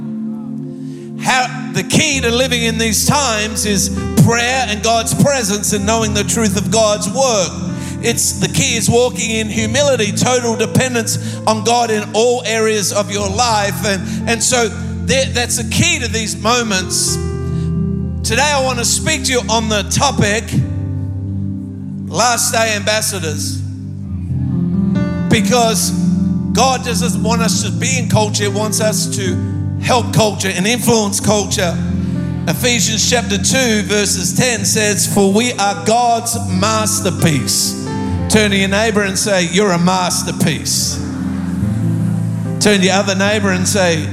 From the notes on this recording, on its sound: Recorded live at Planetshakers Church (Melbourne)